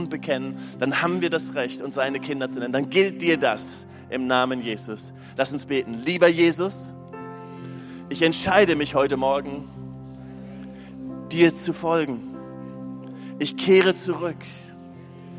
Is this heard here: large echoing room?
yes